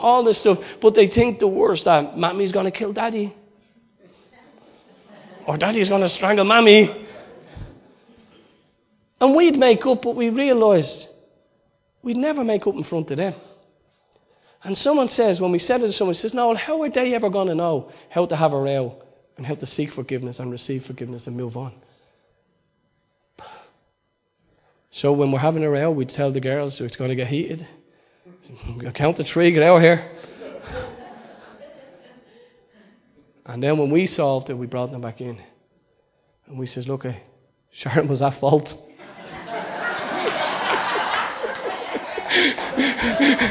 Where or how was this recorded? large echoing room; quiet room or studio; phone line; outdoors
large echoing room